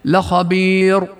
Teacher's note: لأنه نطقنا بعض الضمة في الراء، لأنه بروم الضمة في الراء أصبح حكم الراء حكم المضمومة، وهو التفخيم وليس الترقيق